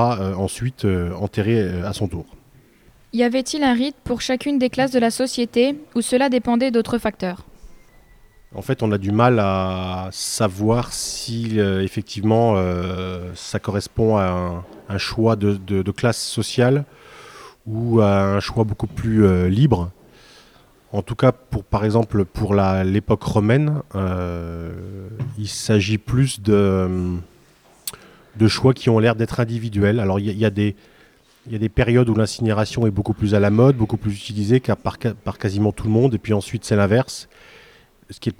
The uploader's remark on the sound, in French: Des lycéens de seconde en option patrimoine au lycée Saint-Exupéry de Saint-Dizier ont réalisé une émission en direct de l'espace Camille Claudel sur l'exposition l'Austrasie.